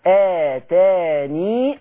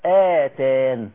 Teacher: إما الوقف بإثبات الياء وإما الوقف بحذف الياء